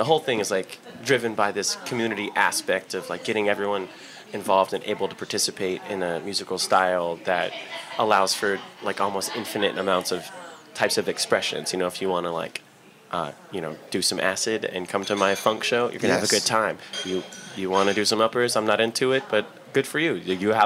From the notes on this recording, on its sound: This show was recorded at The Freret Beer Room in Uptown New Orleans.